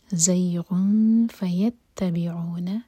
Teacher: غین کی تنوین کے بعد فا، تو فا کے لیے اخفا